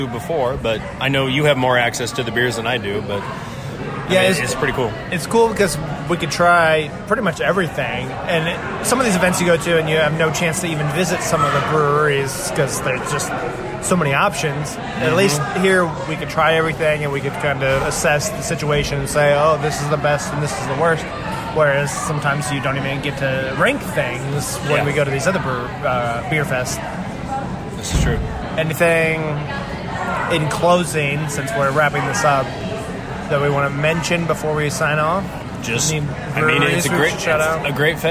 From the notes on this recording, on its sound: This week the geeks record another live episode, this time at Sample Indiana 2019. The second annual event, presented by Indy Craft Brews and hosted by Scarlet Lane Brewing, featured 13 breweries and plenty of beer to go around.